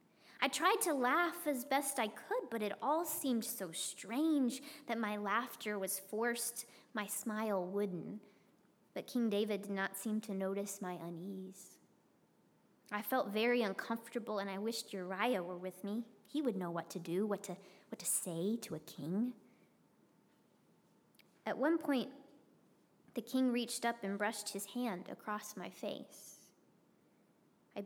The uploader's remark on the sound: preached at Northminster Church on March 8, 2020